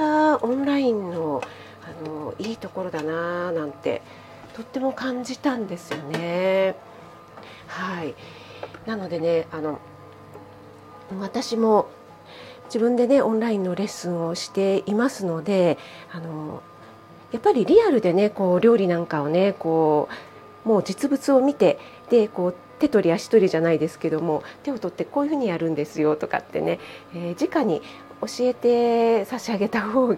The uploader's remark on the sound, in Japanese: 朝食作りながらなので雑音注意です